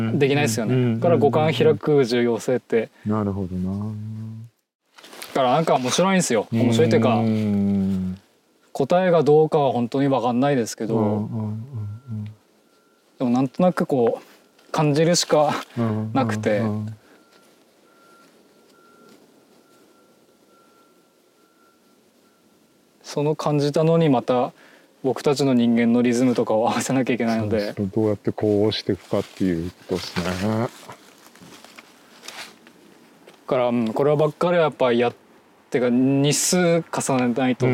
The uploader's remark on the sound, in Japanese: 森の中を歩きながらおしゃべりしました。気持ち良い秋晴れの森の中。